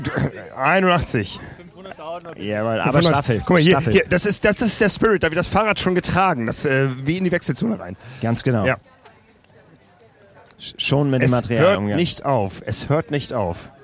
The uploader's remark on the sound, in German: Live aus der Anmeldeschlange.